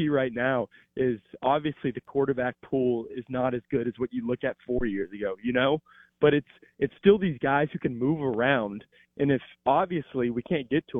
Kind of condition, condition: link, phone line